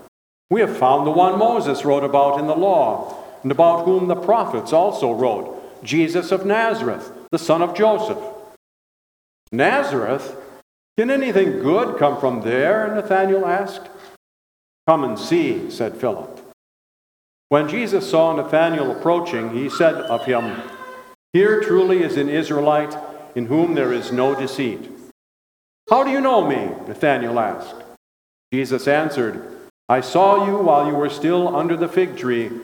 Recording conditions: large echoing room